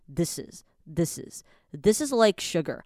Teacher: this is 念快一点的话就会变成 thisis，就有点像我常讲的那个 this 前面变成 dis 的感觉。